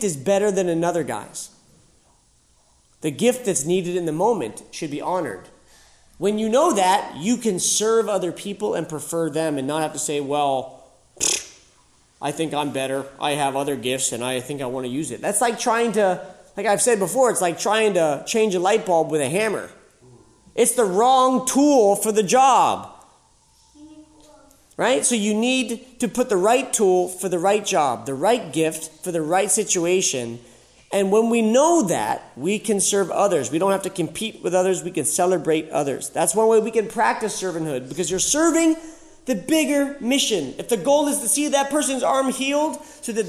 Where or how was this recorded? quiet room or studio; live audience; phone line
live audience